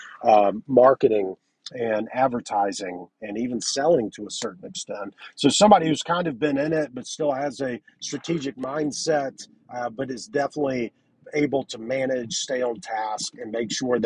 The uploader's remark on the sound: This is a business in the car episode